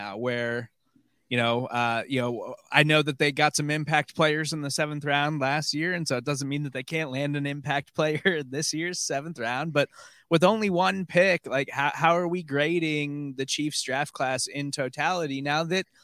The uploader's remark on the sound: Live from the NFL Draft Day 3.